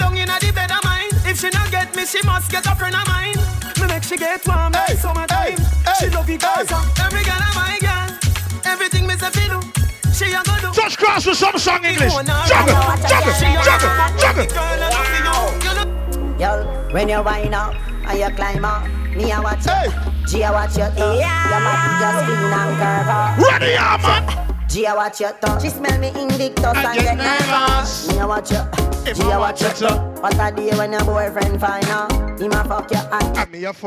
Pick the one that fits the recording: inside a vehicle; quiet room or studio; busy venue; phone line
busy venue